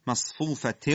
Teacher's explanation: درشی رو حرف ما قبلش نباید اثر بگذاره، مصفوفه نشه، مص، میم با حالت استفال، صاد با حالت استعلا